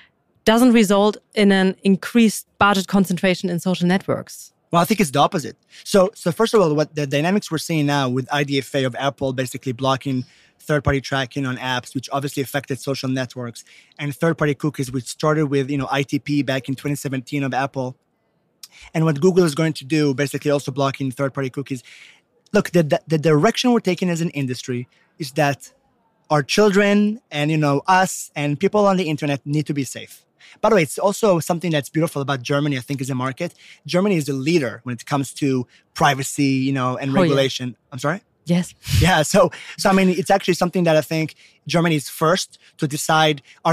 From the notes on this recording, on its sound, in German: live auf dem OMR Festival 2022